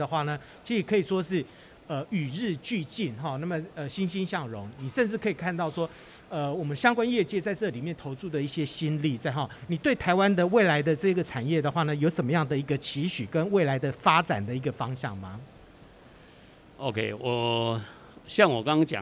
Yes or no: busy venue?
yes